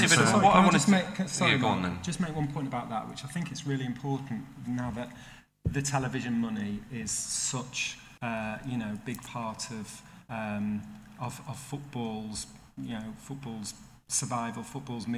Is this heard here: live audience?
yes